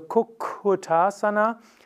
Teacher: Aber im Sanskrit ist es so, ein doppelt geschriebener Konsonant wird länger ausgesprochen. Also Kukutasana macht tatsächlich, dass das Doppel-K etwas länger ist und zwei Ks führen auch dazu, dass die gesamte Silbe lang wird.